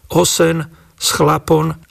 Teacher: namiesto spoluhlásky M na konci slova vyslovuje spoluhláska N